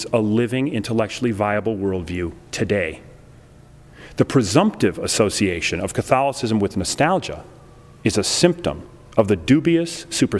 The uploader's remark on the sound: Delivered this lecture on October 6, 2009 at the University of Chicago's Swift Hall.